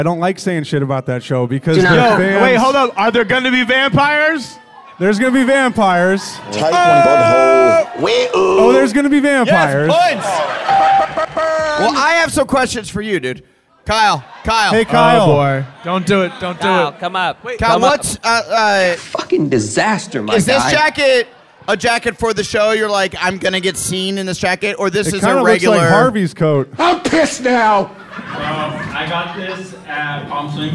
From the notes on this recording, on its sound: The official audio of the This Is Important live show that took place in Irvine, California on June 7th, 2023.